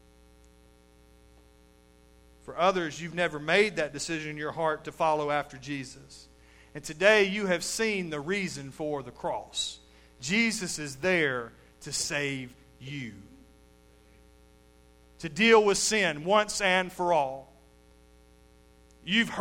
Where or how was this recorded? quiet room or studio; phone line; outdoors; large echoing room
large echoing room